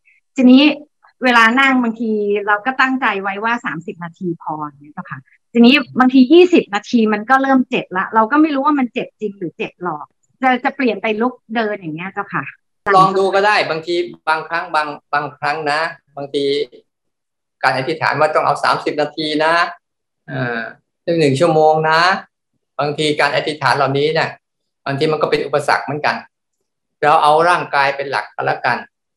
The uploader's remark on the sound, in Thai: คอร์สออนไลน์ (ผ่านโปรแกรม Zoom)